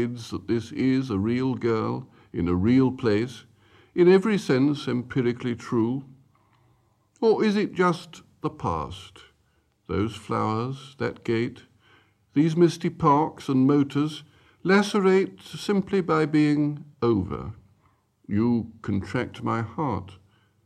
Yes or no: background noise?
no